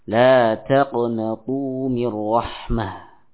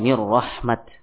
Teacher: Kalau bentuknya ta marbutah dibaca dengan ha sakinah, ya ha yang sukun. · Shown in: first take